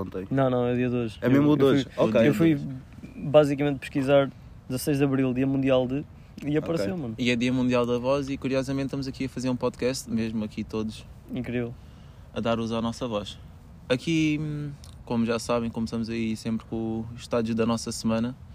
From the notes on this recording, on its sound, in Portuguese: Esta semana temos um episódio especial que foi gravado num jardim